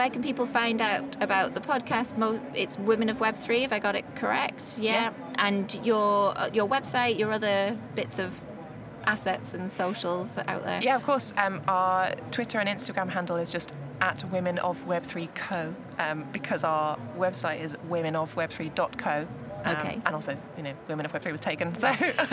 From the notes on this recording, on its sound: This episode was recorded on the Shure stand at The Podcast Show, London, on 24 May 2023.